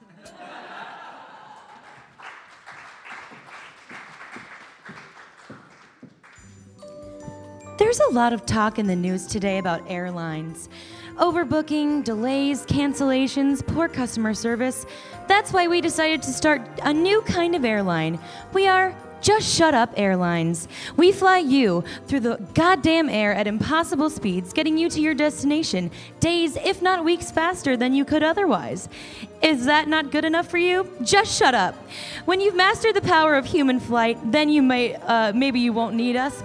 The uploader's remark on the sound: Recorded live at UCB's Inner Sanctum.